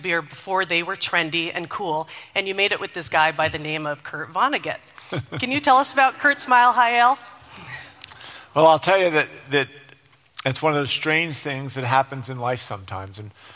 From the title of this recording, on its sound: LIVE at the Flynn